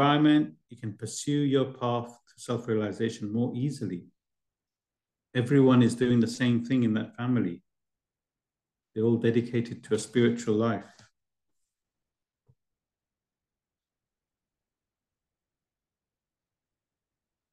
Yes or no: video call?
yes